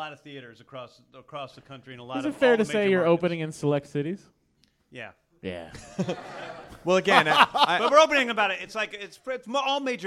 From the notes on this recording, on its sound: Our first live podcast